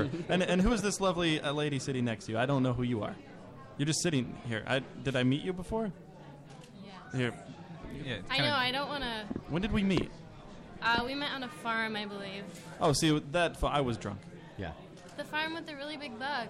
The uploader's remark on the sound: We broadcast live from the Sensorium Pictures film screening!